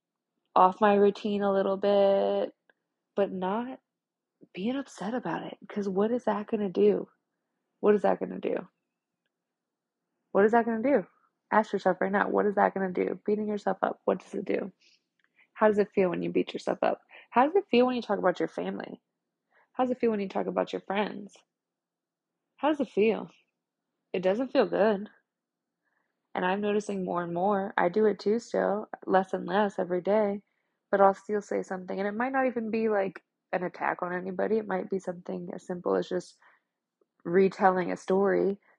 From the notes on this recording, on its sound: The sound quality is from my AirPods & the editor on my phone is limited so my theme song ends abruptly & begins again aggressively.